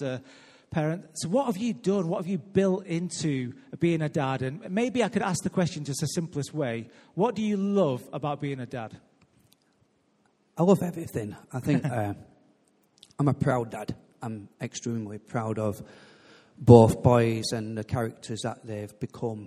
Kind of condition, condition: setting, large echoing room